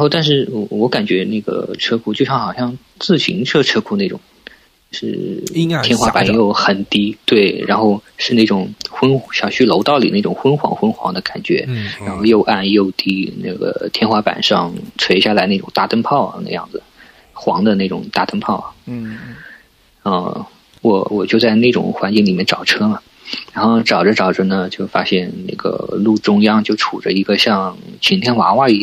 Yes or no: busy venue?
no